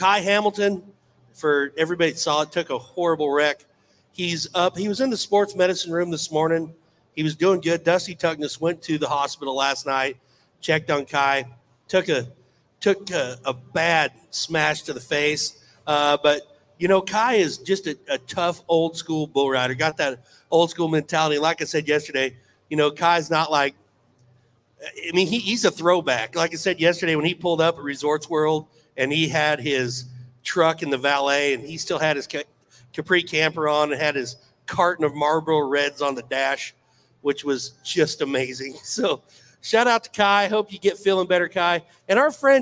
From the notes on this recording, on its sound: RümpChät Live at the 2023 NFR!